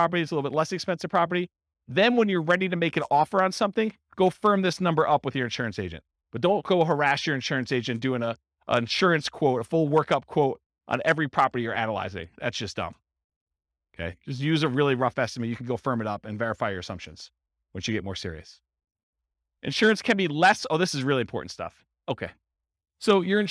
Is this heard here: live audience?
yes